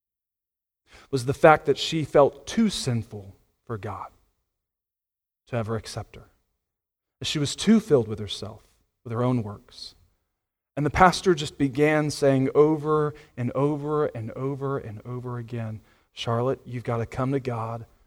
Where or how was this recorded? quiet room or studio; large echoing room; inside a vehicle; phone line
large echoing room